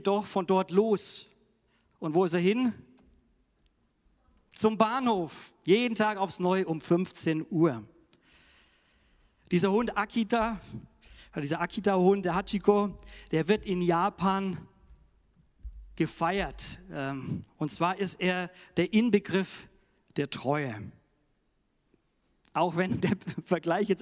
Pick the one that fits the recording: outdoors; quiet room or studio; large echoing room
large echoing room